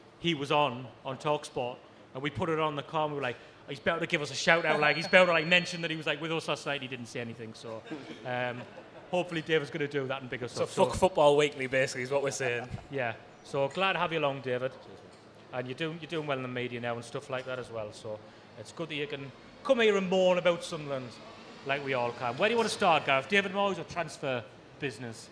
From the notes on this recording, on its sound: Live at Southwark Brewery! We'd like to thank all of the people that came out to see us.